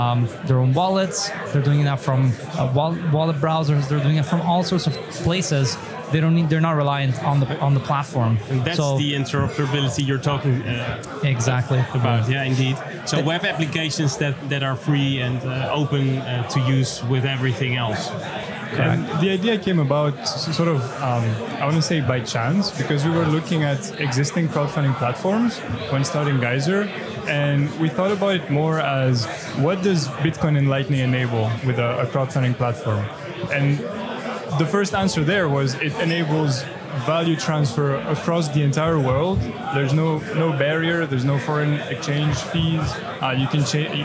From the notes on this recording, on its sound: United Kingdom & The Netherlands. Interview live from Bitcoin Amsterdam Conference 2022.